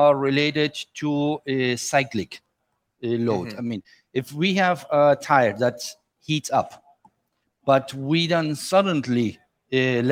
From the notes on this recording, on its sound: we broadcast live from the Farm Progress Show in Decatur, IL with our friends at Trelleborg TWS